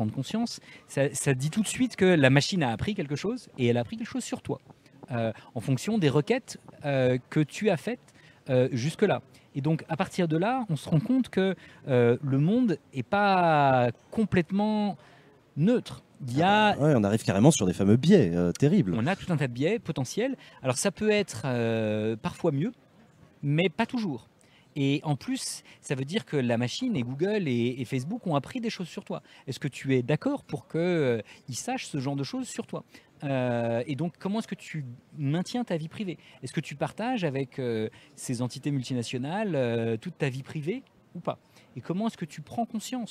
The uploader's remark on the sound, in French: Émission réalisée en direct des Universités d'été de Ludovia, à Ax-les-Thermes, en partenariat avec la Ligue de l'Enseignement.